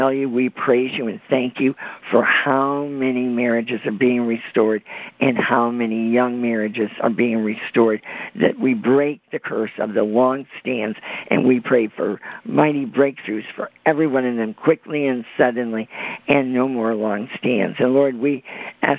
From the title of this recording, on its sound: CONFERENCE CALL